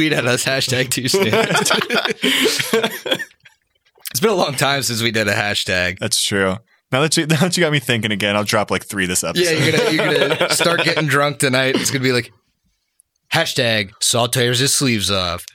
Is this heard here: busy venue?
no